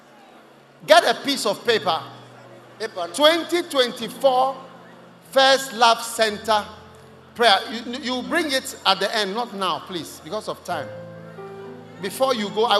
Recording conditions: large echoing room